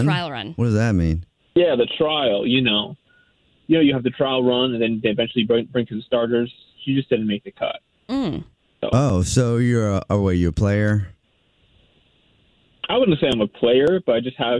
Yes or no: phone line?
yes